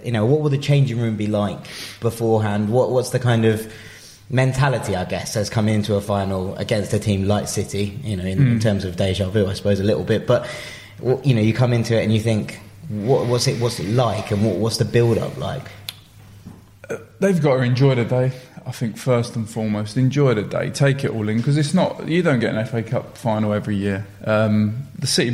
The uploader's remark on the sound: Live from Wembley.